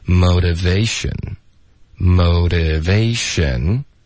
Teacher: motivation 的特我们会组化成一个的的音